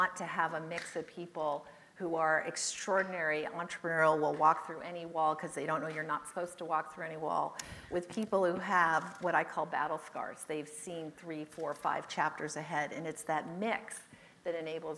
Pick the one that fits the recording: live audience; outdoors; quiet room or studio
live audience